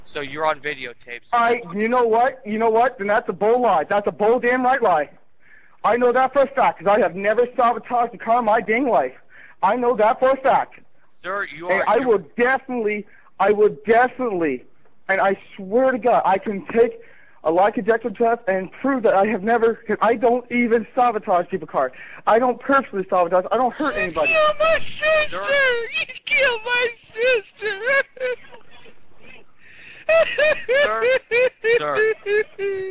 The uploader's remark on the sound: RBCP's Personal Prank Phone Calls Collection